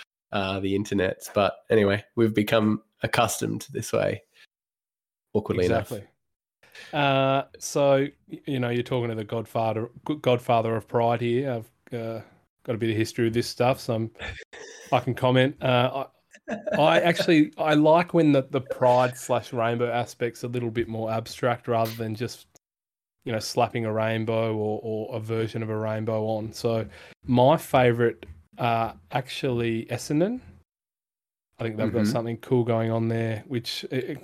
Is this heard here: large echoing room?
no